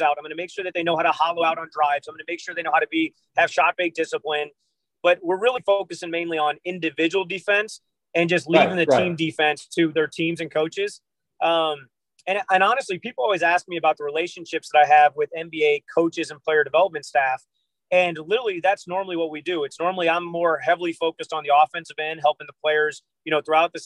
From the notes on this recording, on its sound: Sitting in the car with during the interview.